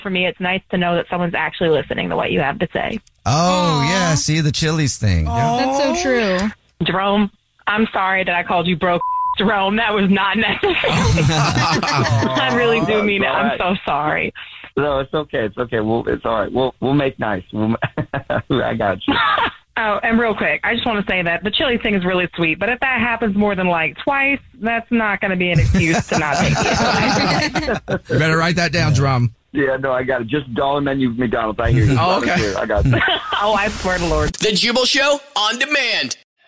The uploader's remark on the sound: We get that other person on the phone.